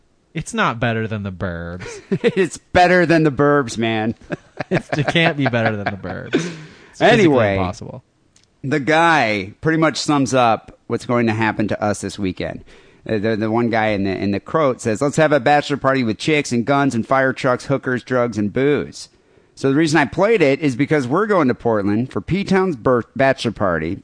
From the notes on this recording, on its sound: Phone calls and listener email.